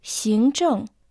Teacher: Иероглиф «синг» произносится во втором тоне, а иероглиф «чэнг» в четвертом тоне